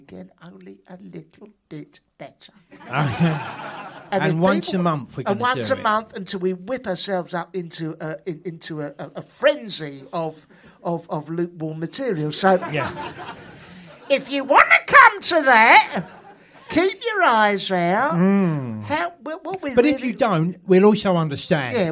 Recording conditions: live audience